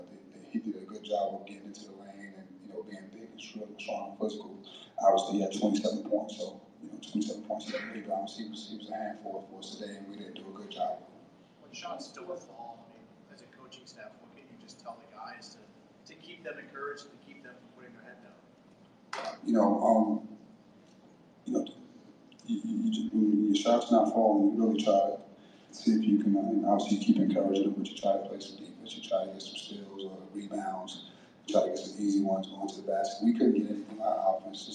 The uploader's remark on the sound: Postgame press conference. In the locker room.